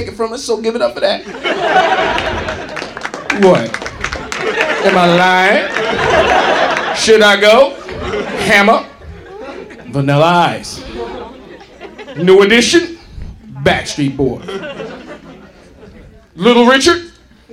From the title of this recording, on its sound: Live at the Laff House